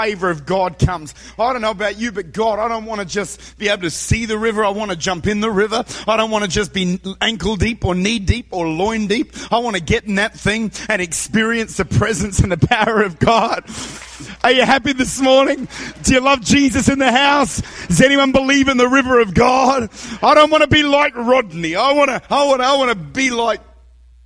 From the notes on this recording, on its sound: Recorded at Redeemer Church, Utica, New York.